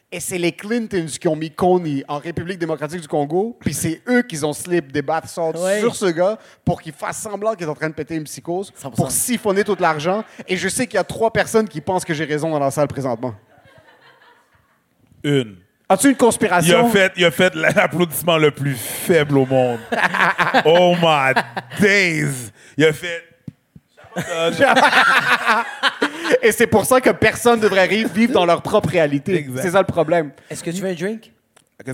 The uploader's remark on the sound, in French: Zoofest LIVE. Leur live lors du festival Zoofest.